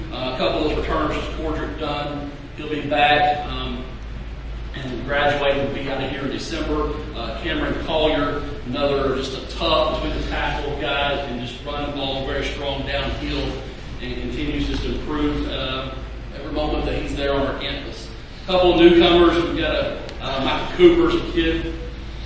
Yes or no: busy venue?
yes